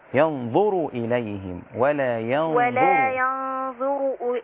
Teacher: في ينظر الراء مضمومة مش ساكنة